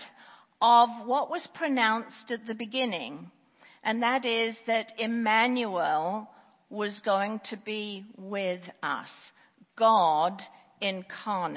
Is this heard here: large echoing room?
yes